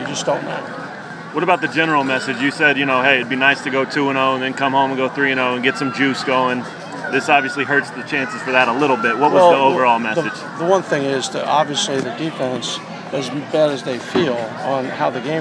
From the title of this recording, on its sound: Press Conferences & Post-Game Interviews